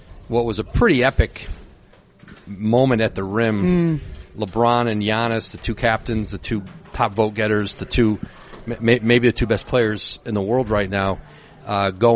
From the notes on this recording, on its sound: Live at an unforgettable 2020 All-Star Game in Chicago